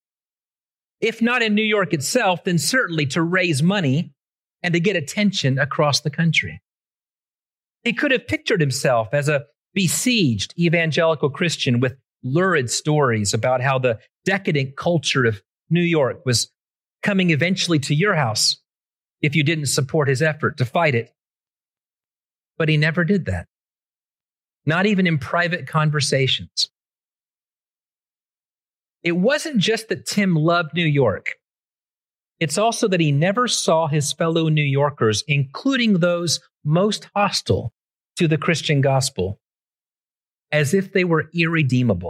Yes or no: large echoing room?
yes